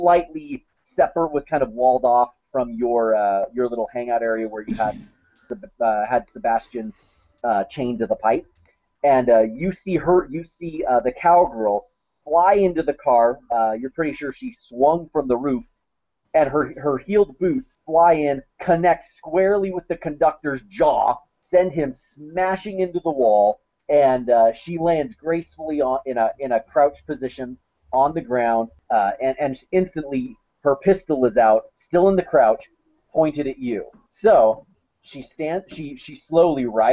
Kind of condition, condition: link, video call